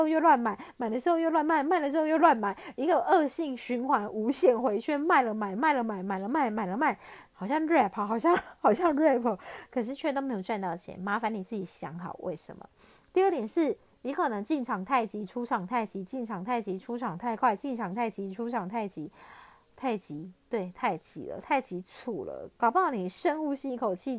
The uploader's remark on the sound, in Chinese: 這一集換了錄音方式，所以有些沙沙的聲音。